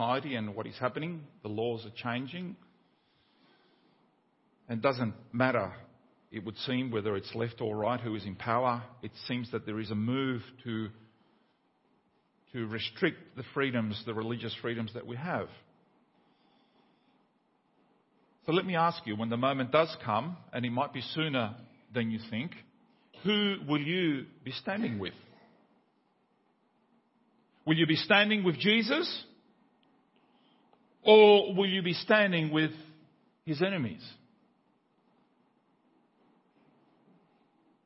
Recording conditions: large echoing room